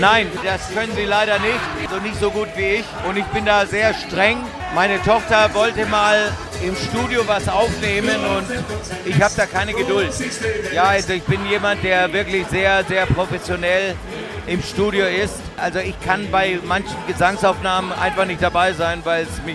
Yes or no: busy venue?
yes